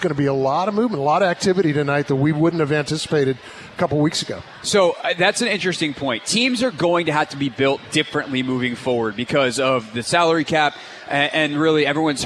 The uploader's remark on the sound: live from Capital One Arena